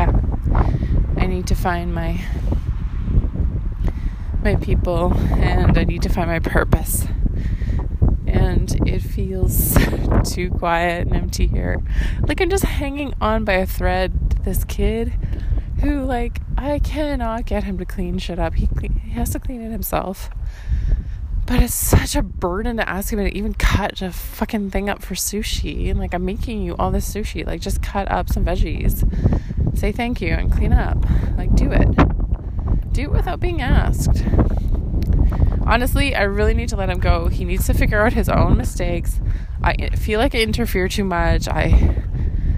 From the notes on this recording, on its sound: The wind is brutal in this audio walking journal I didn’t think I’d publish.